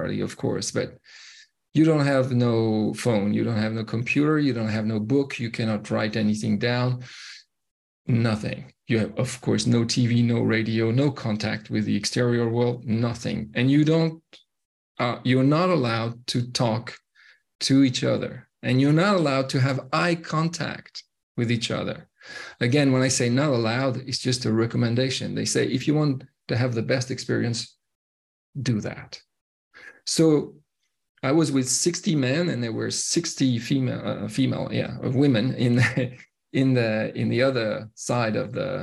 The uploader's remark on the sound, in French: une conférence en ligne